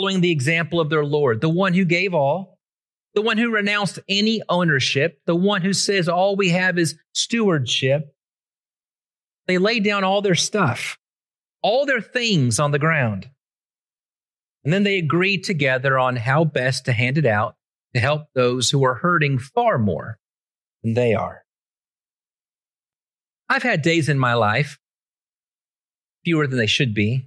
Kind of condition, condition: setting, large echoing room